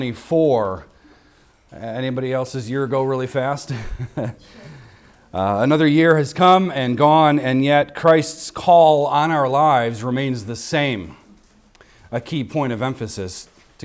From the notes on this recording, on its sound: recorded on Sunday, December 31st, 2023, at the weekly worship gathering of Cross & Crown Church